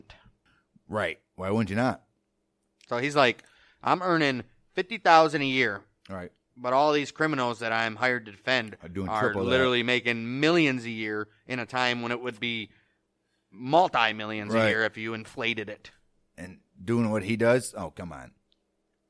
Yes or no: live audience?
no